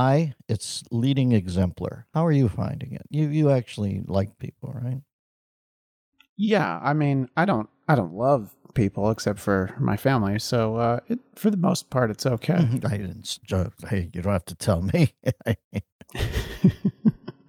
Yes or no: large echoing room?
no